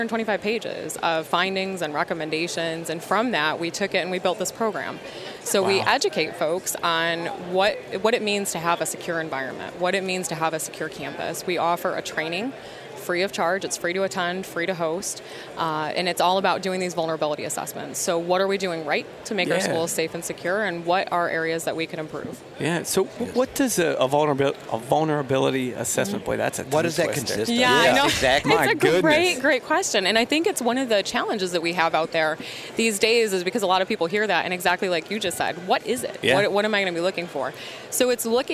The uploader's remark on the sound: Live from the Great American Outdoor Show